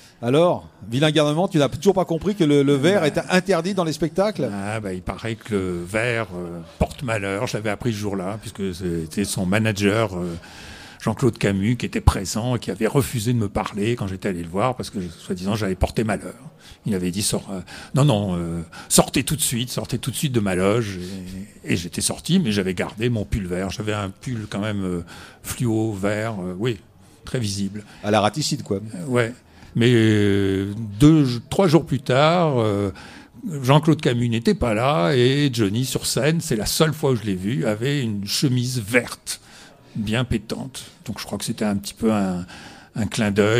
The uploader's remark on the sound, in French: A l’occasion de la Bourse aux disques et à la BD, organisée par Radio Béton, des Poches sous les yeux a déplacé son équipe de chroniqueurs à Mame.